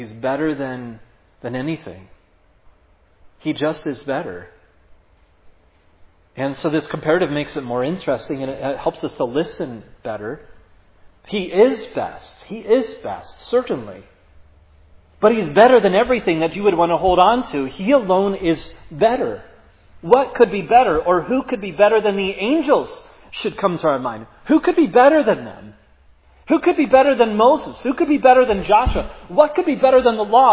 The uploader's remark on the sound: was preached at Providence Church on Sunday, April 10, 2022